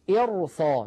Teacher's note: نفخم الراء مع أن قبلها كسرة، لكن لاحظوا الذي بعدها صاد مفتوحة